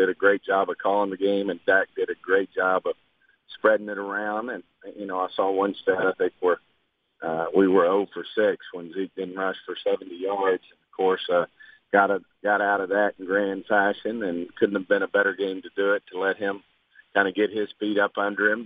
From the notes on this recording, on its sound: called in to the Ben and Skin show